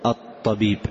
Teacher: يعني اللام لا تنطقها · Term: اللام الشمسية